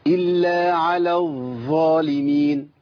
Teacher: الا على الظالمين، على الظالمين، على الظ دي غلط والله، الا على الظالمين، في فرق بين الاثنين، الاولى فيها هوى منفسه، لان الظاء عندي حرف من الحروف المجهوره، يعني ايه مجهوره؟ يعني ما بيمشيش في نفس، فلو مشيت في نفس يبقى انت جيت يا بطل ثاء مفخمه شويه، لكن دي مش ثاء، دي ظاء، صح؟